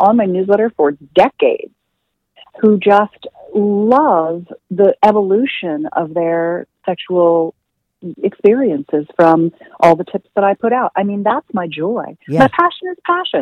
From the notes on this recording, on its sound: she called in to talk all about it